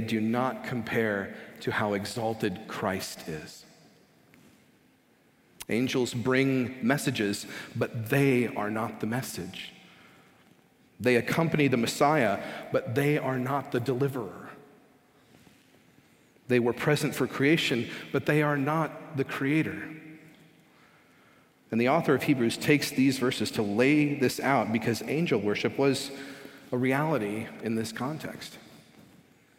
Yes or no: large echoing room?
yes